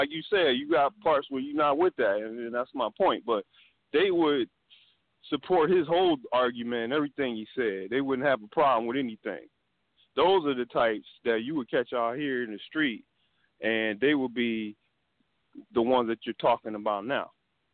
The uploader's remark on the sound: It's open line phone conversations on a Friday night.